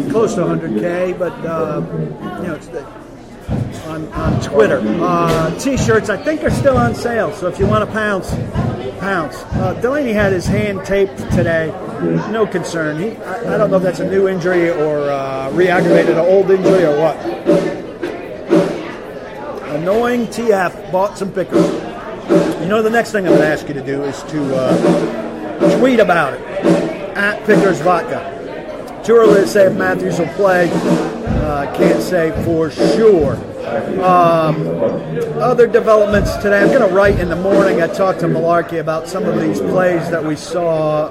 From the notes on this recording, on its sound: live from the Doghouse Saloon in Nashville